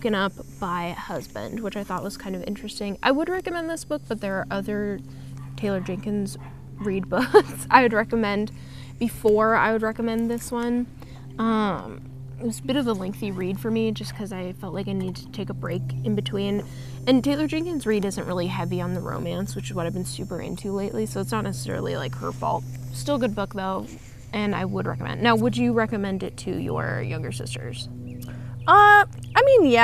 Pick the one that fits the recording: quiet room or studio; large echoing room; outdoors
outdoors